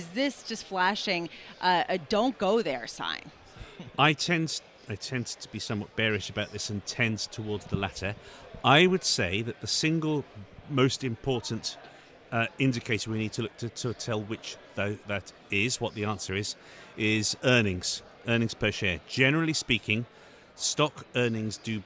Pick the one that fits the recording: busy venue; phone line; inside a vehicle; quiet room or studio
busy venue